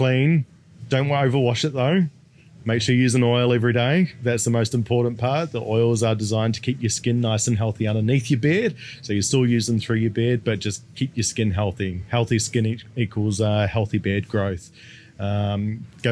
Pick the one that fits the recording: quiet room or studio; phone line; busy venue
busy venue